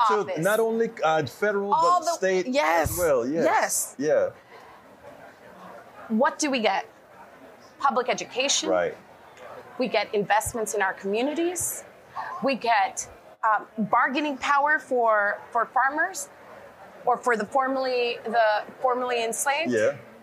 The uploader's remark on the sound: Live from Netroots Nation in Chicago (Day 1)